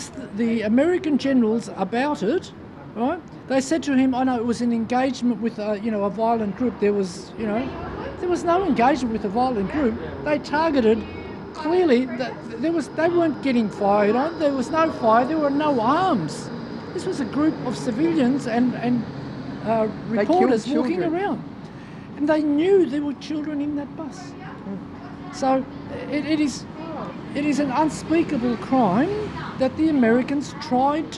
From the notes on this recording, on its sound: we go to the 24 hour vigil held outside the Melbourne British Consulate